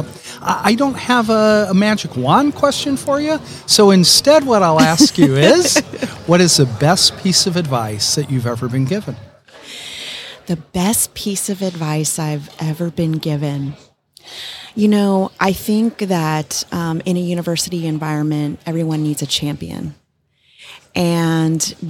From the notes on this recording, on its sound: The interview was conducted during Day 2 of the Association of University Research Parks 2022 International Conference held in Toronto Sept 19 - 22.